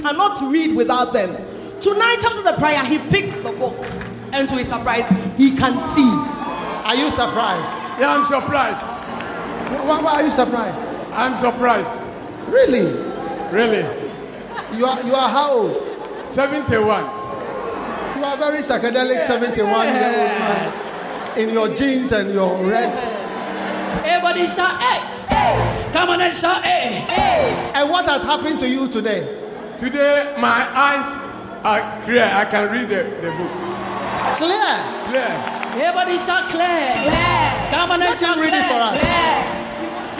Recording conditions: live audience